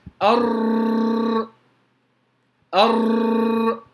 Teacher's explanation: حرف الراء لو تركت اللسان مباشرة كده، مجرد أن أنا أقف على مخرج الراء وأكرر، هلاقي الراء بتتكرر معي كثيرا حتى يتولد منها عدة راءات. يعني لما أقول أر هذه تسمى صفة التكرير.